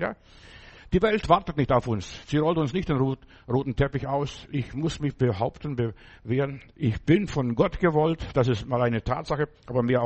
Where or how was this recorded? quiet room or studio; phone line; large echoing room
large echoing room